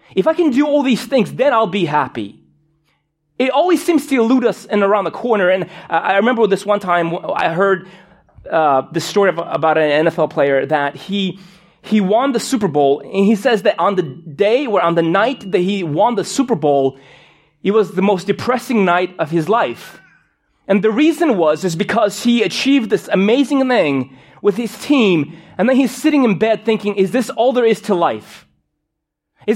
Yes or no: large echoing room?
yes